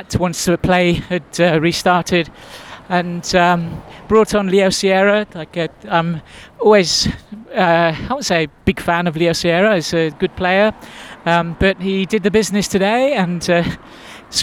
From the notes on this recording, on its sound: The noisy streets of Shonan. Make a second attempt at recording their post match thoughts. Recorded while walking along the main road on the way back to the station after the away match between Yokohama F. Marinos and Shonan Bellmare.